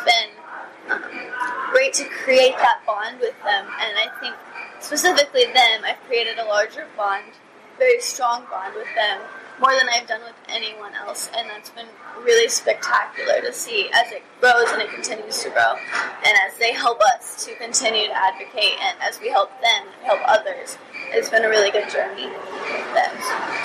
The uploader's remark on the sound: Live from Crimecon 2019. Four guests from previous episodes meet up in New Orleans while attending the Crimecon true crime convention to have a live, face to face conversation.